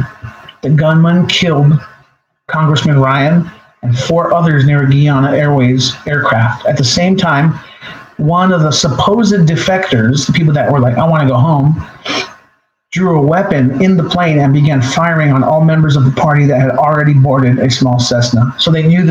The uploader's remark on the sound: This is a trial of the new LIVE software capabilities of the show. Thanks for bearing with me and I promise i will get this audio thing down ASAP!!!